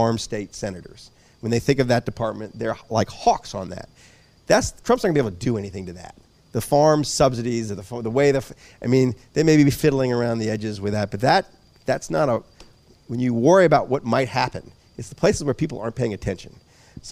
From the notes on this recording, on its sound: Before a live audience at FoolHQ.